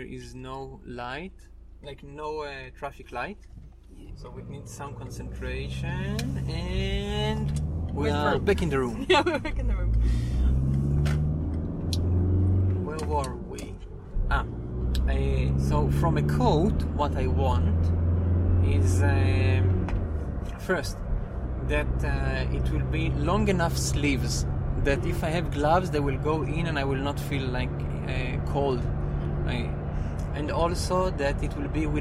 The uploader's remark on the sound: A test drive! Recording while riding the car!